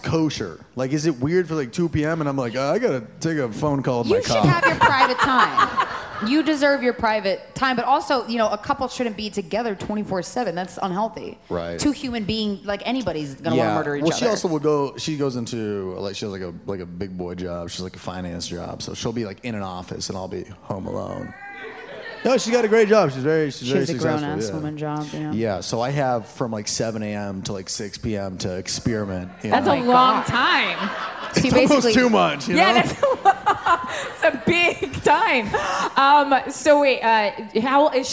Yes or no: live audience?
yes